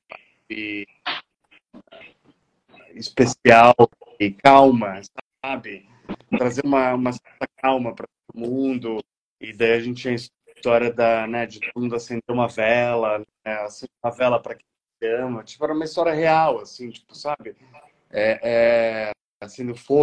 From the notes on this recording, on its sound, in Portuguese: Neste episódio trouxemos a live pós Churrascada 2023. Como é áudio da live, não está tão perfeito.